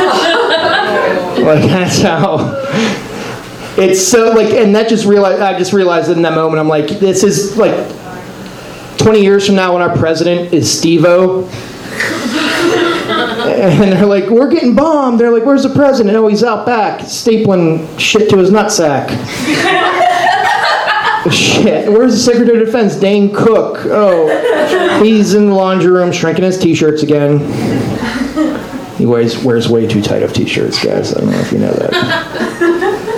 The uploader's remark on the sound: Live from Genuine Joes